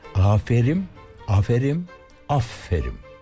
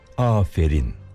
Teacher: Baştaki A uzun söylenecek. Sonra sondaki ünsüz harf M değil N olacak. · Shown in: second take